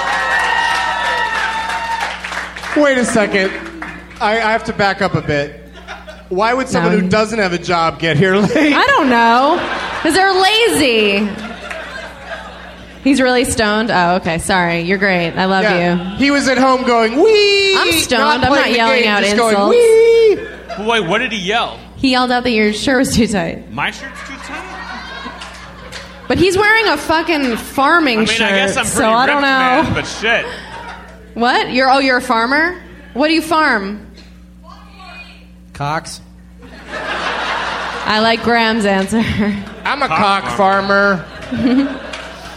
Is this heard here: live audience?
yes